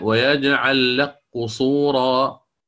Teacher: فهنا سنقول ويجعل لق مباشرة من اللام إلى القاف المشددة، ويجعل لق قصورا.